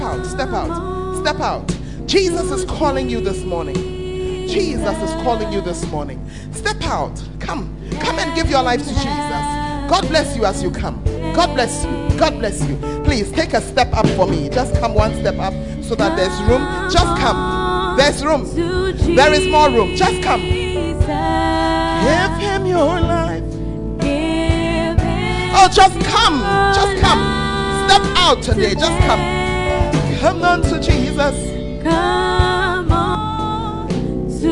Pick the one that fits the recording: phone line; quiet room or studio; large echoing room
large echoing room